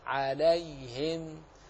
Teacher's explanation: ها هنا يوجد حرف ليني وهو الياء الساكنة المفتوح ما قبلها عليهم، فننطق باللام مفتوحة خالصة الفتح مع إسكان الياء عليهم وإخلاص كسرة الهاء عليهم.